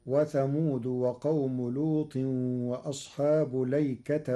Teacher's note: قال الله تعالى في سورة صاد: وثمود وقوم لوط وأصحاب الأيكة. قرأ ورش كلمة الأيكة بلام مفتوحة بدون همز قبل اللام وبعدها ونصب التاء، فتصير: وثمود وقوم لوط وأصحاب ليكة أولئك الأحزاب.